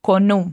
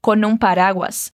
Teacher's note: você une o som do N com o som do U e na fala fica parecendo como se essas duas palavras fossem uma só